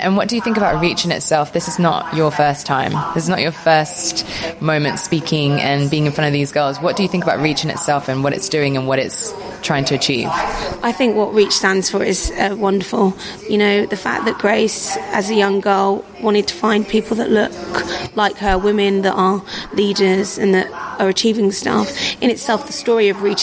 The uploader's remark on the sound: Reach Next Generation staged our latest Summit at The Etihad